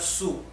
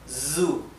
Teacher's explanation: Cuando vean en verde la z, como aquí en zu, esto no es para pronunciar su, es zu, como si fuera el zumbido de una abeja · Shown in: second take